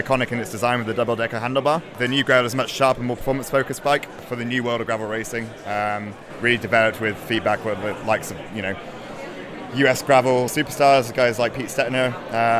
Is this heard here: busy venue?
yes